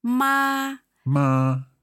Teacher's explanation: First tone is flat.